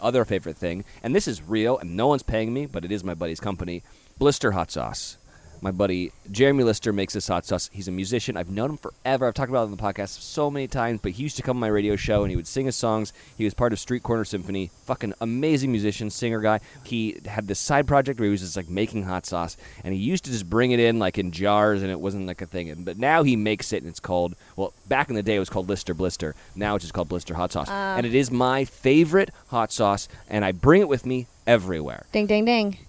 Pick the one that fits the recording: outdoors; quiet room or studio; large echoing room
outdoors